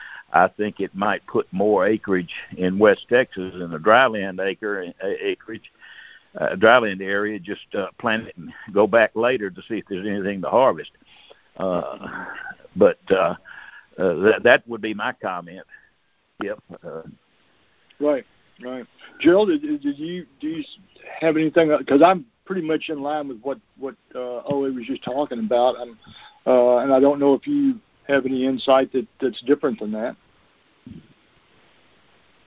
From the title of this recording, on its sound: Monthly Conference Call